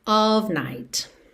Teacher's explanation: sempre com som de OV, e esse OV mais não é aquele O tão brasileiro, digamos assim, ok?